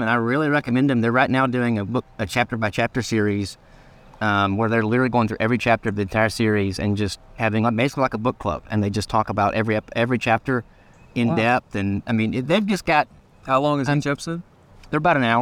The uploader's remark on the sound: Today, we're recording lake-side among the turtles and the birds—along with a friendly heron fishing for an afternoon snack—and never mind a swarm of buzzards to greet me as I enter his neighborhood.